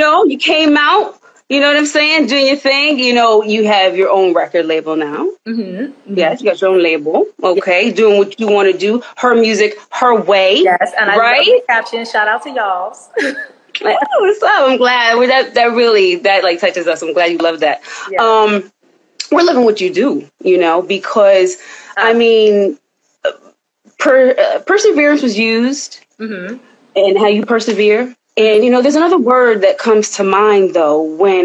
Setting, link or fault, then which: link, video call